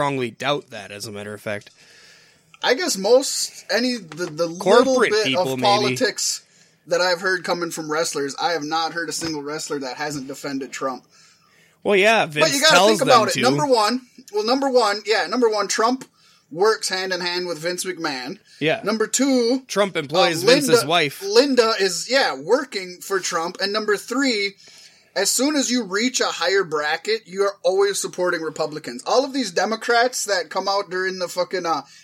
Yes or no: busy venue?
no